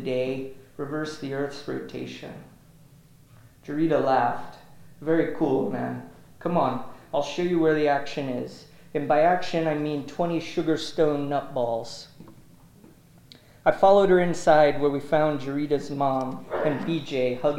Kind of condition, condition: setting, large echoing room